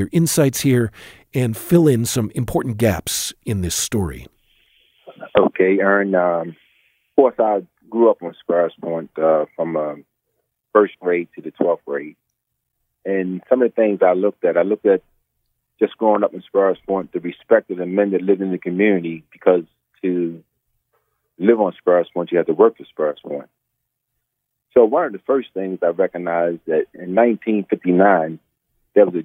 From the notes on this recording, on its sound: In this bonus episode, we hop on the phone.